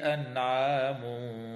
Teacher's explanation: ويظهر التنوين عند الحاء في قوله تعالى وحرث حجر